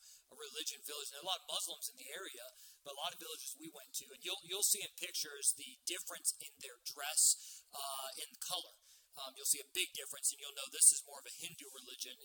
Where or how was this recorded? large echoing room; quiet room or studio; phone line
large echoing room